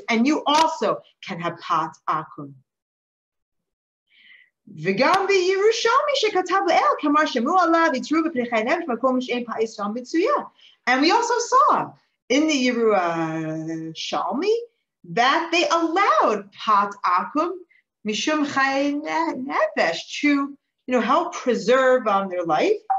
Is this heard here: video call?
yes